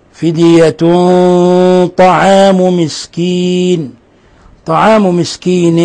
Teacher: تنوين ضم جاء بعده حرف الطاء الحكم التجويدي إخفاء حقيقي وهنا الغنة تكون مفخمة لأن الطاء حرف استعلاء وحرف إطباق فتفخم الغنة بمقدار تفخيم الحرف والطاء من أشد الحروف تفخيما.